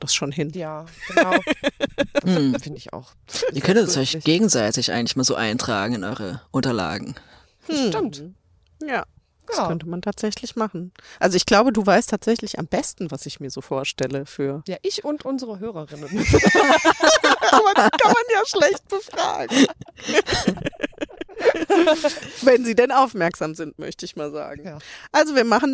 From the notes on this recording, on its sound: live auf dem Friedhof!